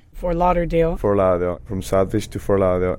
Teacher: in the words Fort Lauderdale, the T tends to get buried under the L.